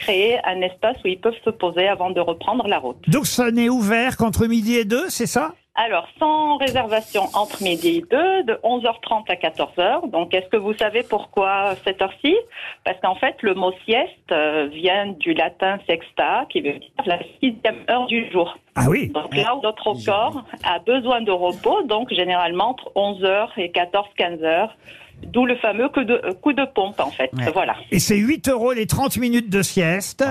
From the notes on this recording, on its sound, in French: LA COUP DE FIL DU JOUR. Au téléphone des Grosses Têtes.